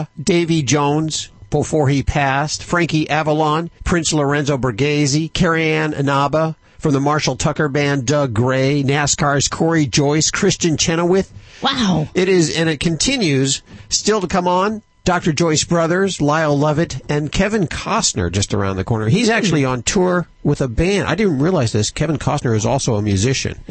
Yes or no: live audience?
no